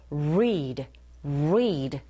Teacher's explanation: 그럼 찰나의 혀가 이렇게 딱 펴져 있는 것이 아니라 혀끝이 위로 말리면서 공중에 떠 있죠. 어디에도 닿지 않고 · Term: 알 발음